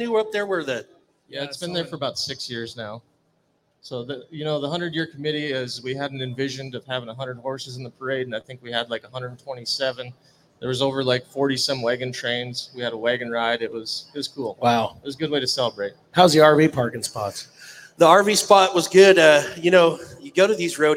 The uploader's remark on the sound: RümpChät Live at the 2023 NFR.